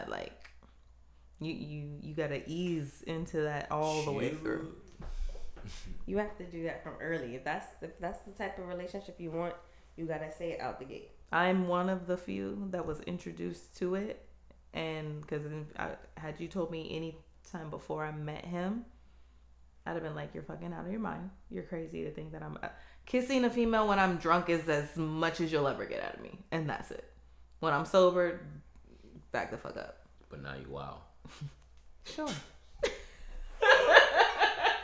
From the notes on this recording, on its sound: WERE SHARING A MIC ON TODAY'S EPISODE SO BARE WITH US